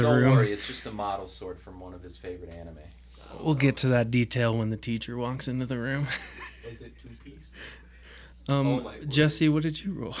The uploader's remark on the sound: We apologize for the technical problems through the episode!